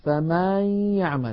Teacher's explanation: الخطأ أن يقول الإنسان فمن يعمل فيمط فتحة الميم